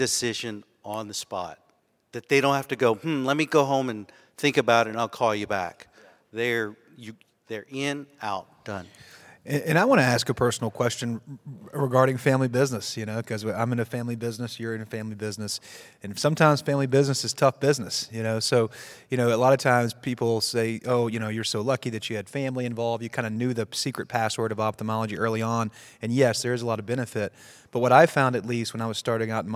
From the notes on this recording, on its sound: In this special live episode, recorded during the YoungMD Connect Live meeting in Austin